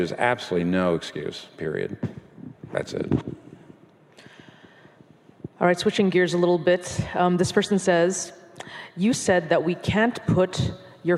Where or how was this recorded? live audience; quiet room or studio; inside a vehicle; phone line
live audience